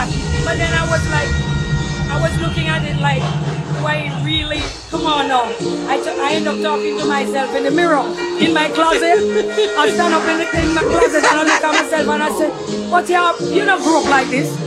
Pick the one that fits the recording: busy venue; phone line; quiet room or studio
busy venue